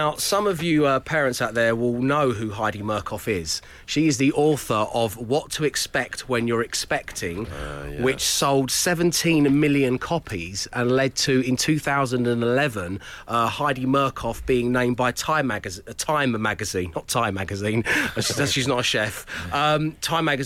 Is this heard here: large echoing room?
no